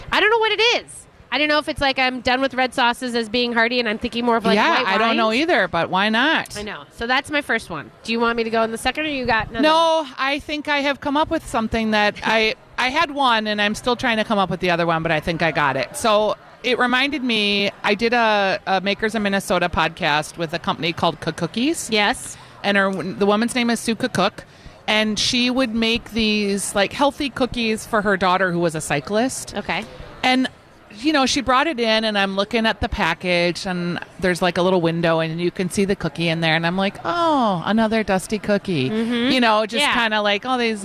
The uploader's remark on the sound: Live at Fit Fest!